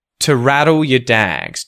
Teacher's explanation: You're going to notice two gets reduced and you're going to hear the schwa sound instead of oo.